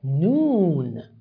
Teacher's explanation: The same, the word Noon itself, it has the first character at the beginning, Noon, Dhamma as a sign, and Dhamma is followed by Waw. So instead of Noon, you turn it to long vowel, Noon.